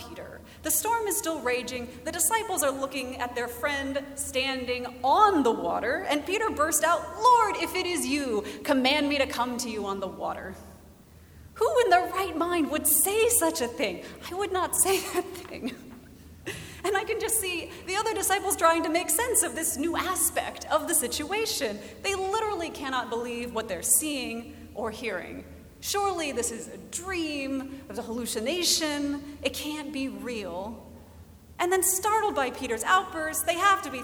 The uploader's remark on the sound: Recorded August 13, 2017 at Trinity Presbyterian Church in Bixby, Oklahoma.